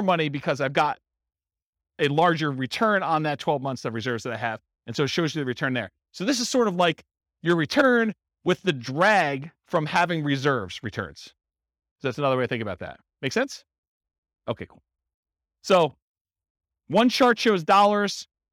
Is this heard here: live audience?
yes